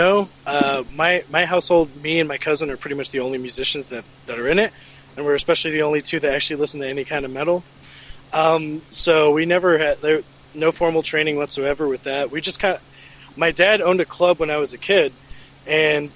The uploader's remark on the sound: interview recorded at the 2018 Shred Fest in Murfreesboro TN!